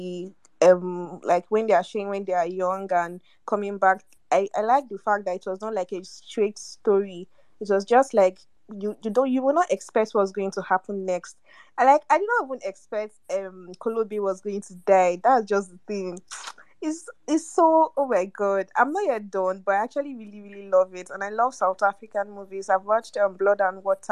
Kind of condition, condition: link, video call